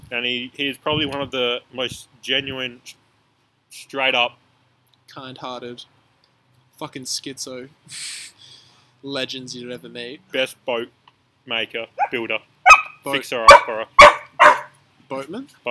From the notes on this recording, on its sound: A Backyard Podcast. Today we learned recording audio outdoors is not great.